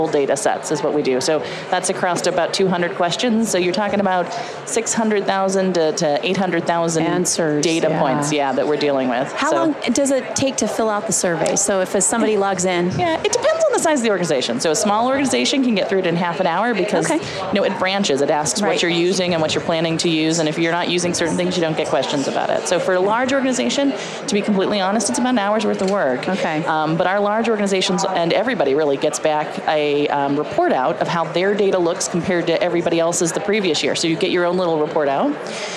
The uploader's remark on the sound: LIVE from Las Vegas, at #HRTechConf.